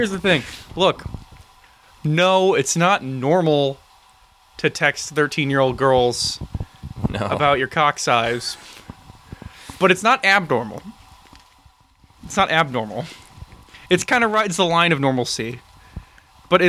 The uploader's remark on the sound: Special Camping Bonus. We recorded this in the woods.